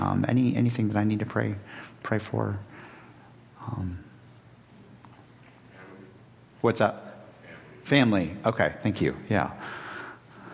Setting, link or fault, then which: setting, large echoing room